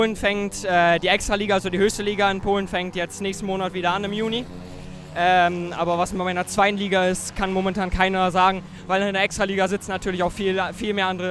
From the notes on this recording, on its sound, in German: Aufgenommen im Infield des Speedwaystadions an der Nordseeküste.